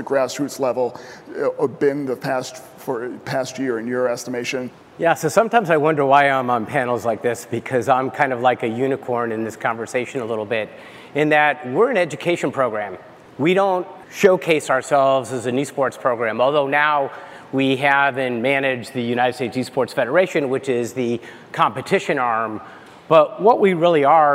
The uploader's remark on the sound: In this session, attendees were able to hear the experiences and advice from a panel of experts